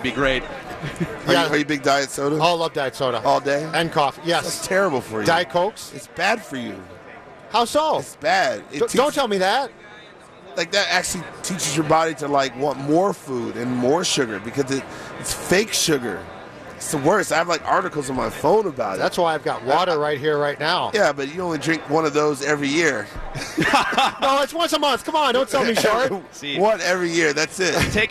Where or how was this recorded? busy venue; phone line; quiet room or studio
busy venue